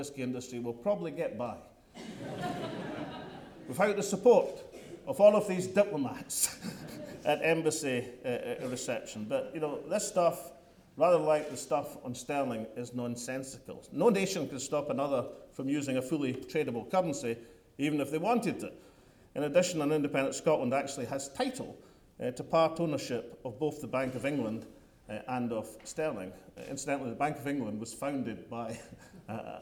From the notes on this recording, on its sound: The First Minister told a London audience tonight. A capacity crowd at the London School of Economics (LSE). 400-strong gathering.